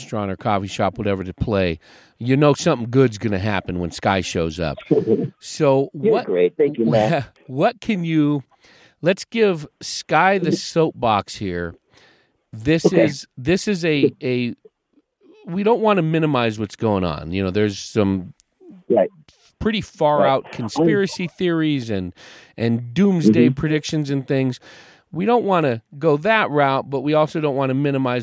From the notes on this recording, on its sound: They talk over the phone from the Mile High Mobile Studio (a truck in the driveway).